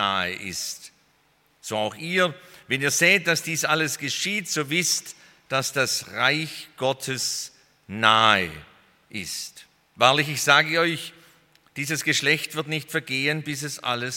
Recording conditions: large echoing room